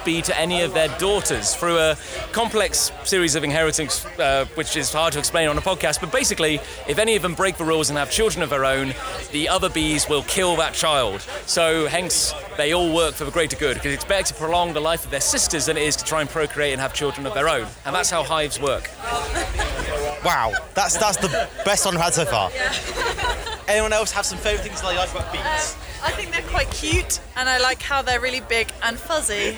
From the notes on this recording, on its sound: We head on the road to Melksham Comic Con 2015 and chat with the organisers, attendees and Brians at the event. Took Bee Mic round Melksham Comic Con to interview organisers, volunteers.